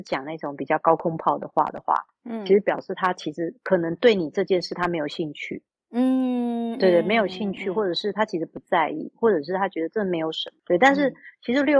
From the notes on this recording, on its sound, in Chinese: 此音檔是由club house直播中錄製的。故音質無法與專業麥克風及錄音室錄製比較。所有音檔都已盡最大能力去調整。